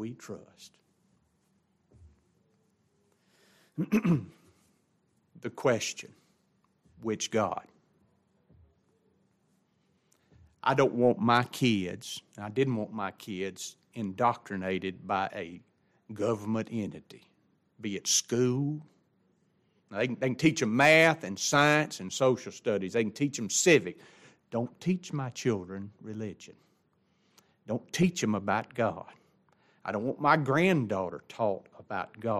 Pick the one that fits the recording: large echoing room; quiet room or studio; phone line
large echoing room